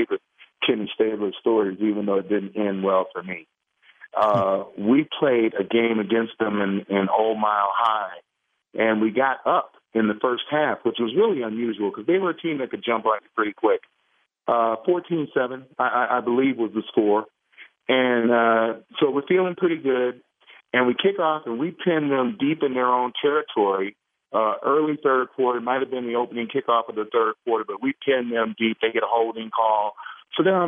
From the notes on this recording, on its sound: Raider Nation "Boneline" Call-in Segment.